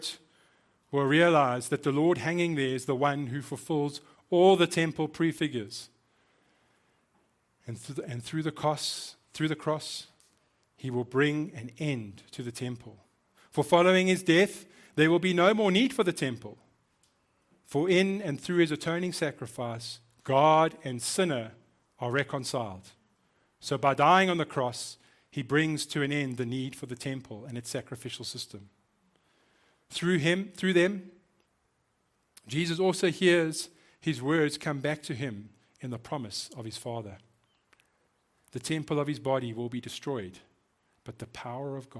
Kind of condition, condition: setting, large echoing room